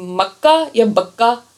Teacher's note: میم اور با دیکھیں ان کے مخارج بالکل سیم ہے نا، جو تجوید سیکھ رہے ہیں ان کو پتا ہوگا کہ ان کے مخرج ایک ہی جگہ سے نکلتے ہیں.